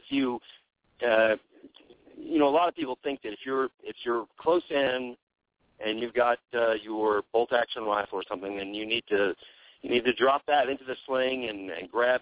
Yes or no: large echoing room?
no